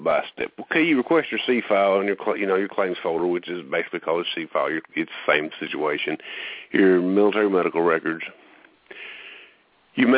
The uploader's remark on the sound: Call in show